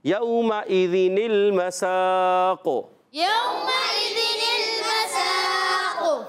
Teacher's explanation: اس نون ساکن کو زیر دیتے ہوئے لام سے ملاتے ہیں · Term: نون قطنی